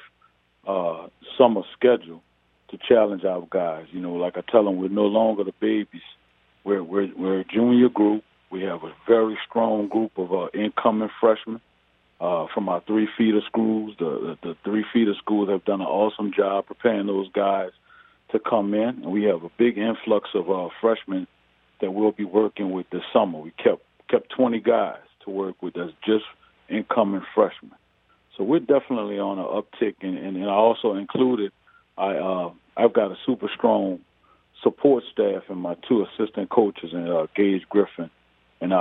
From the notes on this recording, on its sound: go to the phone lines for a number of guests